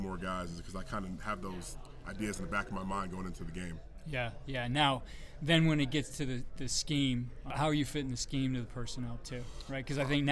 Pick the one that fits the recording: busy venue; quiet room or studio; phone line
busy venue